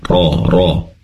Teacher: ro-nya tebal ya, diangkat pangkal lidahnya ke atas.